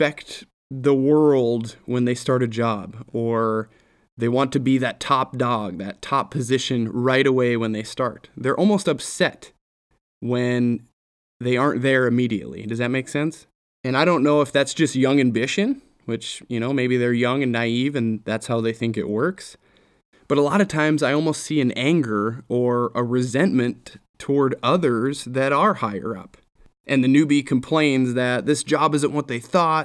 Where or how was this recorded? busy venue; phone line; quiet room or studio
quiet room or studio